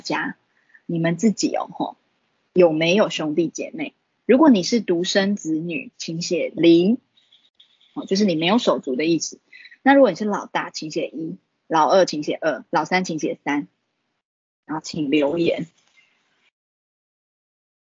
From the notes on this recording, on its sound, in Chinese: 此為線上課程錄音檔